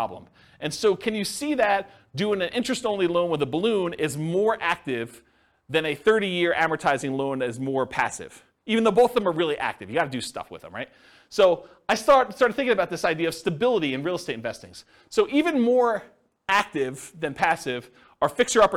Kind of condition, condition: setting, live audience